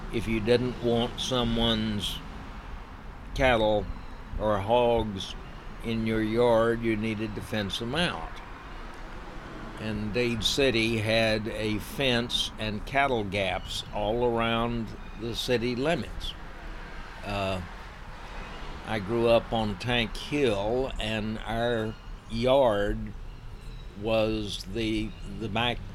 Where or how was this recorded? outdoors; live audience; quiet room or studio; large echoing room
outdoors